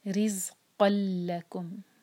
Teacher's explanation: دو letters ہیں تنوین کے بعد جب لام آئے یا پھر را آئے، تب ہم کرتے ہیں ادغام بغیر غنہ کا، یعنی کہ نون کی آواز نہیں آئے گی اس میں، آواز کو ہم ناک میں نہیں لے جائیں گے